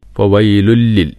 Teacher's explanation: തൻവീൻ ശേഷം ലാമാണ്. അപ്പോൾ ഇദ്ഗാം ബിലാ ഗുന്ന